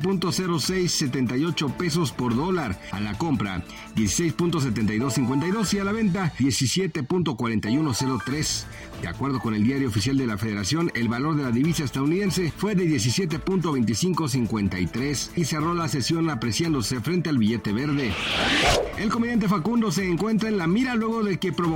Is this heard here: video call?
no